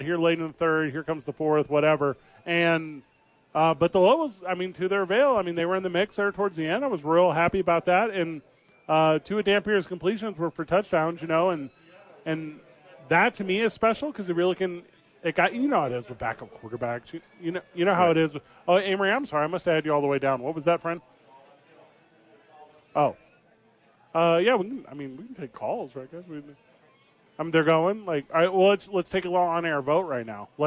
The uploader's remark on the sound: Live at Howies!